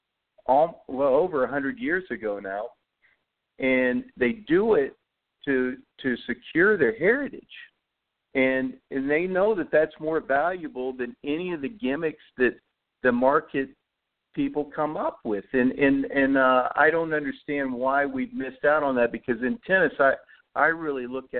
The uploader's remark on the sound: Broadcast of August 19, 2018 with call in guest